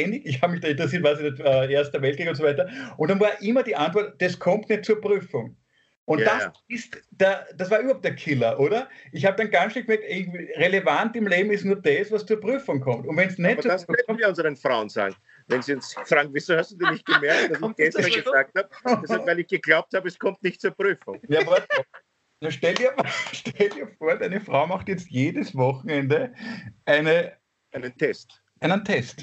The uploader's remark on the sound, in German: Aufzeichnung einer ZOOM Session